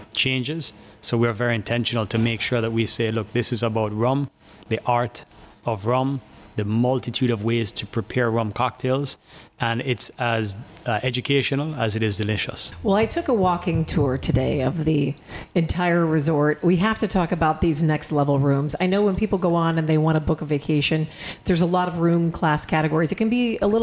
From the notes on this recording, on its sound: Broadcasting live from Sandals Dunn's River